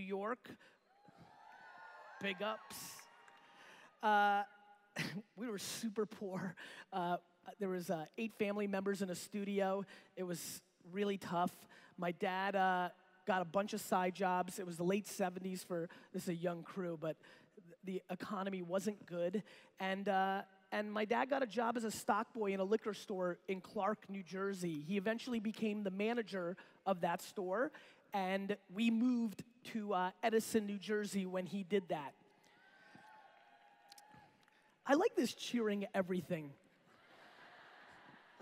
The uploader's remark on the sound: a keynote that I gave at the BeachBody Coach Summit in 2016